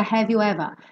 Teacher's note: ele também não enrola a língua no ever, então fica have you ever.